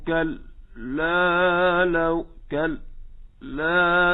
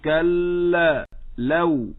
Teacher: كلا واللام مشددة، كلا والكاف مهموسة، فاللام لا ينقطع الصوت فيها. · Shown in: second take